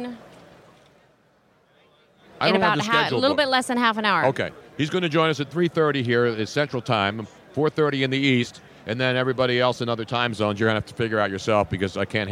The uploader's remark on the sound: Here at Radio Row for Super Bowl 52 LIVE from Mall Of America and this place is now crawling with players of today and yesterday. Hall Of Famers and Prime TIme Players everywhere.